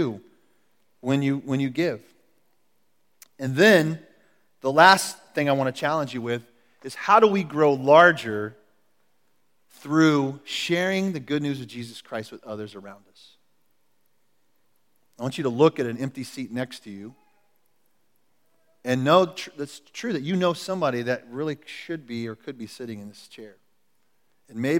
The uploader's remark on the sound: Recorded at The Calling Community Church located in Platte City, Missouri. Service are held in the Platte County High School Auditorium.